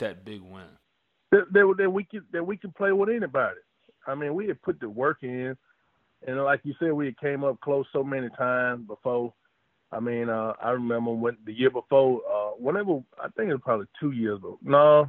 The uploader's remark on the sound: on the Modern Woodmen phone line